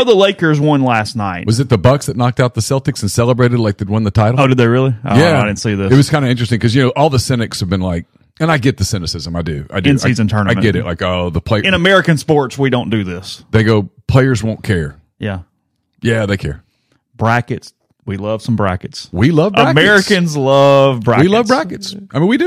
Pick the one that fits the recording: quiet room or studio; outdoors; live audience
quiet room or studio